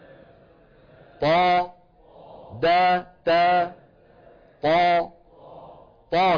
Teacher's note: هي تا لكن ارتفع أقصى اللسان ورجع لسان المزمار · Term: استعلاء أقصى اللسان